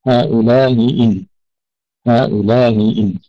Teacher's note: يسهل الهمزة الأولى ويحقق الثانية · Term: تسهيل الهمزة الأولى